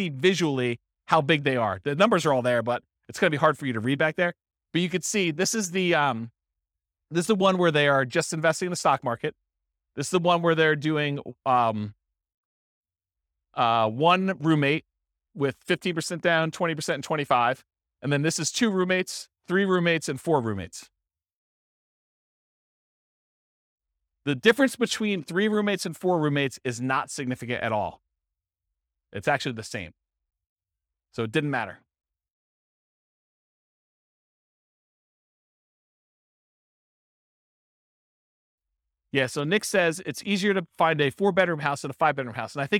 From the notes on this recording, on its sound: This was a live class recorded